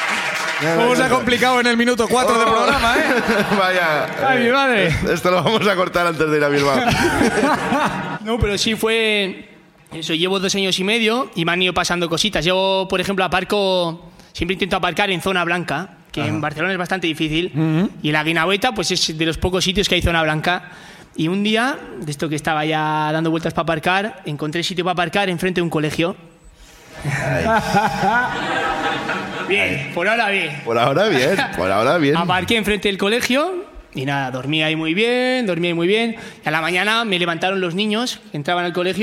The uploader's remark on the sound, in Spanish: El público de Barcelona